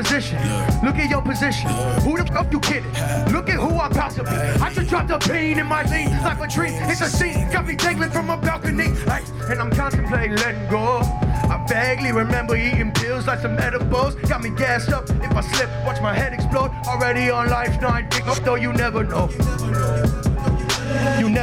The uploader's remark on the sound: Perform at Healer during the New Hands Music Festival. Perform at Healer during the New Hands Music Festival.